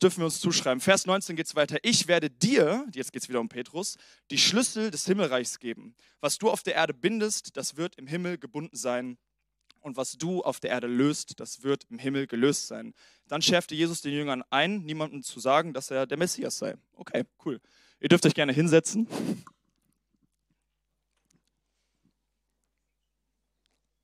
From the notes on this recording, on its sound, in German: Sonntagspredigt aus dem Standort Bochum.